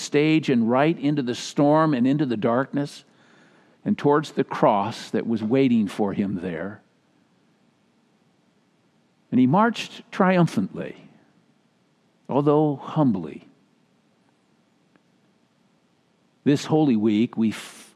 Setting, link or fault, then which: setting, large echoing room